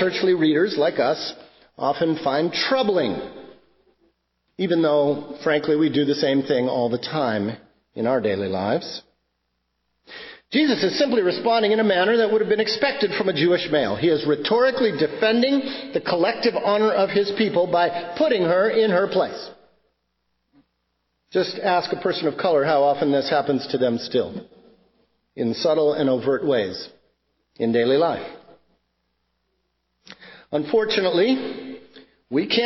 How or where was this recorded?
large echoing room